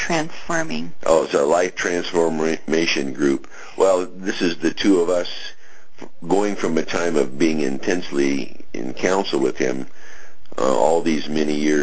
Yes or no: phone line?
yes